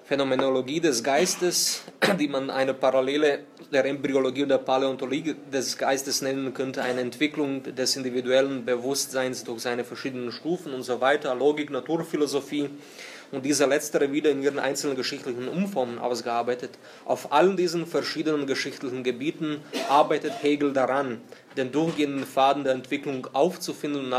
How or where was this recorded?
live audience